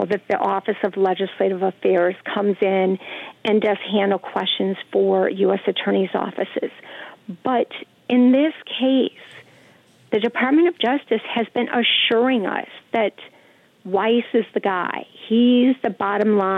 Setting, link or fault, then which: link, phone line